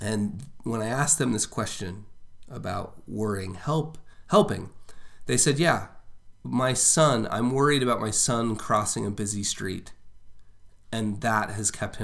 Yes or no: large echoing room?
no